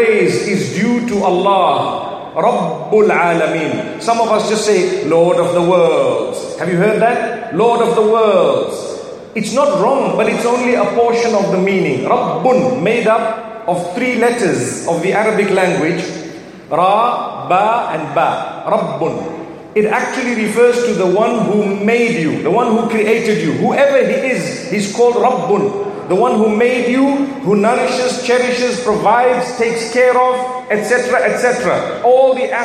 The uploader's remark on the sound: From the Light Upon Light Conference in Birmingham